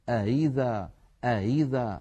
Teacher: إن كانت الهمزة الثانية مكسورة يكون تسهيلها بين الهمزة المحققة والياء، كقوله تعالى أئذا كنا مثلا، أئذا أئذا، هكذا نطق الهمزة المسهلة.